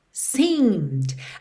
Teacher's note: o E da terminação ED aí final não é pronunciado. E o D é a consoante oclusiva que pode aparecer mais, menos ou nada.